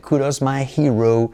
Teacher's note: Fijaos que es kudos, la D como R suave